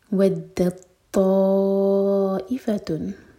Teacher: دال کے بعد جو تا ہے وہ پروناؤنس نہیں کیا جائے گا، دال کو سیدھا تو سے جوڑیں گے، یہ ہے ادغام متجانس.